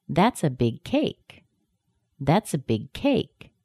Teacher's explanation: Big has stress, but cake has more stress because that word is the strongest word in the sentence.